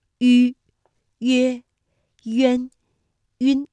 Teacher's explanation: 两唇要拢圆，略向前凸，舌尖抵住下齿背，使舌面前部隆起和硬腭前部相对，声带震动，软腭上升，关闭鼻腔通路 · Term: 舌面单韵母